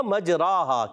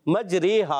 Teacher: یہ مجرحا پورے قرآن پاک میں ایک ہی جگہ امالہ ہے، امالہ کہتے ہیں مائل کرنا الف کو یا کی طرف · Shown in: second take